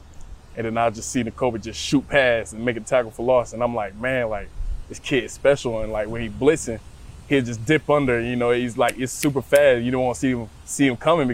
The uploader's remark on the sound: Outside of the NovaCare Complex at training camp.